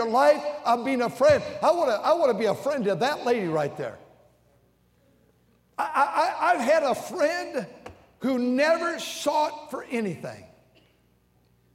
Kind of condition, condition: setting, large echoing room